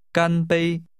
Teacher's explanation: They are two high-level tones.